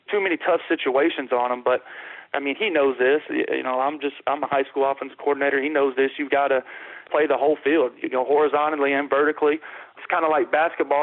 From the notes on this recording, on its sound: joins on the Modern Woodmen phone line